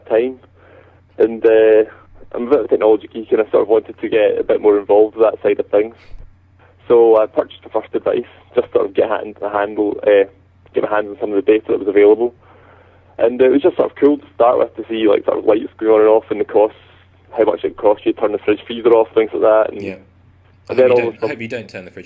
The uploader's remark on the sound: A telephone discussion